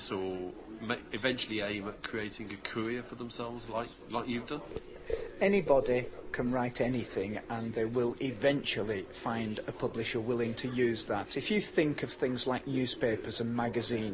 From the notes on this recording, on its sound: At this year’s Outdoors Show